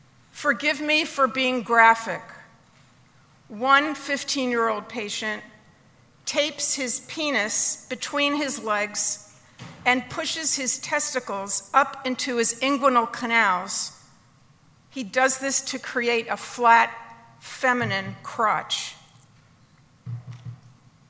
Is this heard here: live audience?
yes